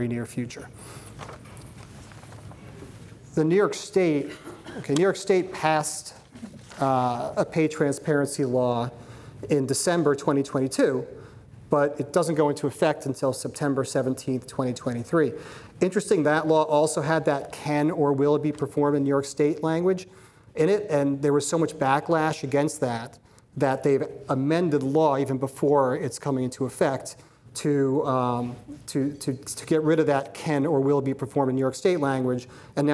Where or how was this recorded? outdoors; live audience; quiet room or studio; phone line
live audience